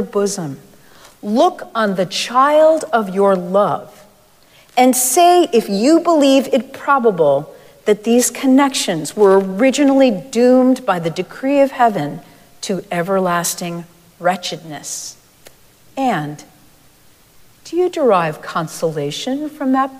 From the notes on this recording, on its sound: Recorded live at Arlington Street Church.